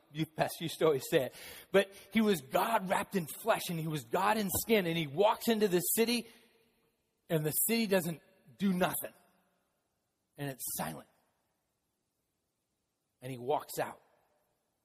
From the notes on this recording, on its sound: Palm Sunday message delivered during the Contemporary Worship service.